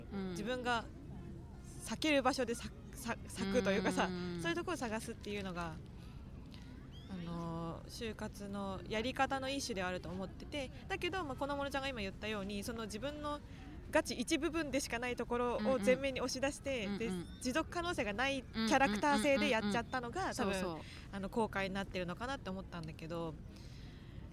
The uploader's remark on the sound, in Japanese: お久しぶりの屋外収録です